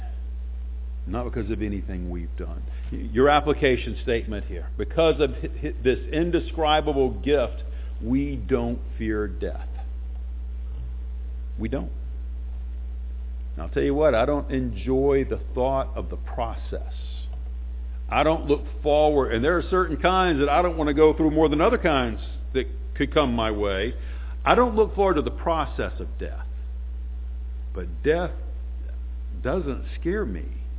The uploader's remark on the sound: Sunday morning sermon